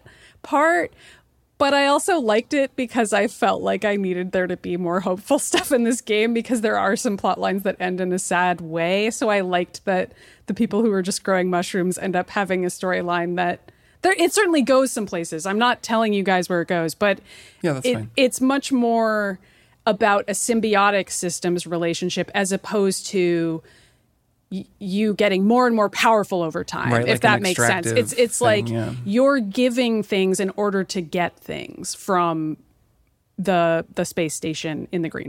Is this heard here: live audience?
no